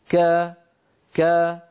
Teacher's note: فلا تجدون أن صوت الكاف قد انضغط إلى أعلى الفم